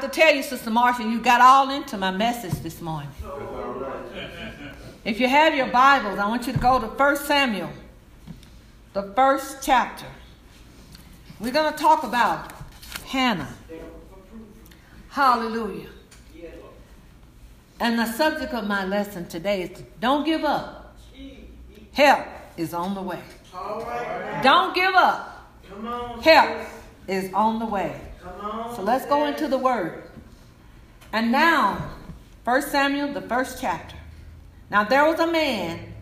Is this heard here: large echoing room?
yes